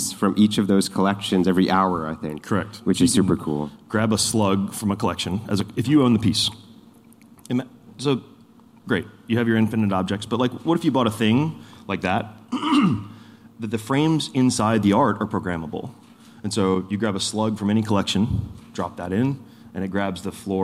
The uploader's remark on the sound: In this live audience episode, we come to you from NFT NYC 2023!